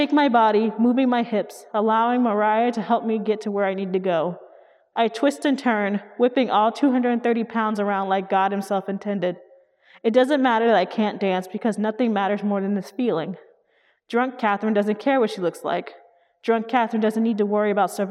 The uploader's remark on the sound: at the Portland Art Museum as part of the 2020 Portland Book Festival